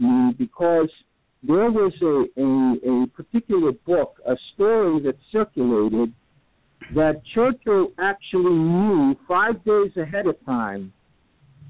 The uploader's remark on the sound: Poets from Canada, Birmingham, Alabama (and environs) and Smiths Grove Kentucky who called in to poetry Super Highway Live to read their poems.